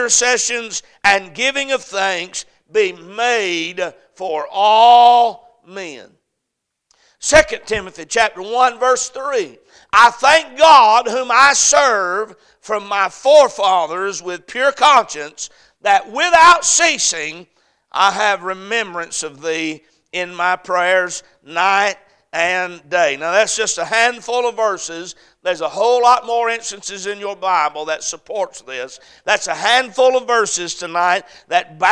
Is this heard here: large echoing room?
yes